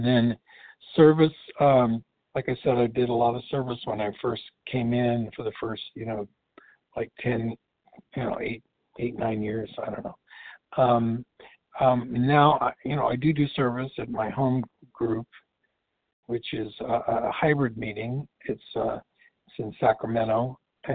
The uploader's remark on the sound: qualification from the 100 Pounders Phone Meeting